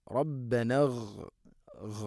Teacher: ഗൈന് ഉച്ചരിക്കുമ്പോൾ ശ്രദ്ധിക്കുക, ഗൈന് തൊണ്ടയുടെ മുഗൾ ഭാഗമാണ് മഖ്റജ്.